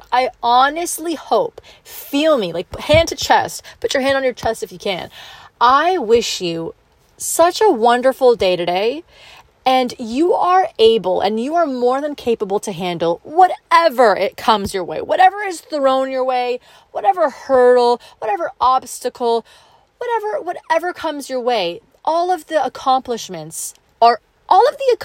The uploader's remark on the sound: I come to you from my car during my lunch break